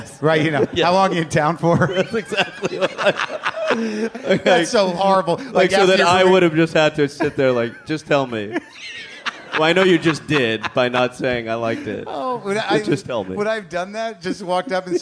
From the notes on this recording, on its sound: Live from The Bell House in Brooklyn